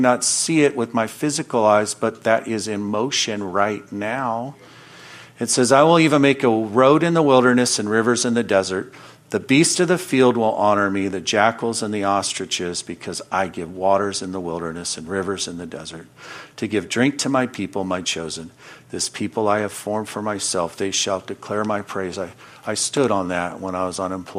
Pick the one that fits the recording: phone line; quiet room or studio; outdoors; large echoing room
large echoing room